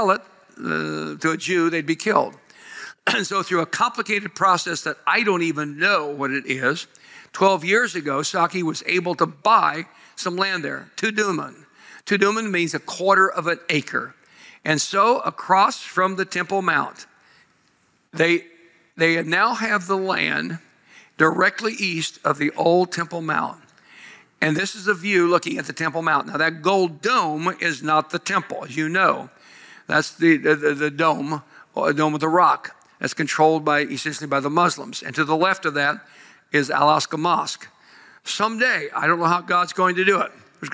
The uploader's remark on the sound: Live at Grace Woodlands Church